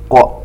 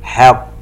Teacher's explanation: القاف المشددة الموقوف عليها بالسكون تقلقل وهذه هي أعلى مراتب القلقلة